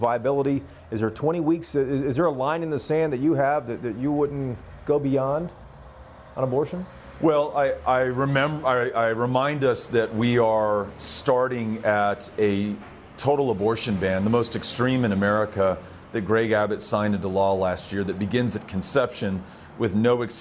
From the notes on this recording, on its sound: This is also the first Y’all-itics we’ve ever recorded in an airport bar.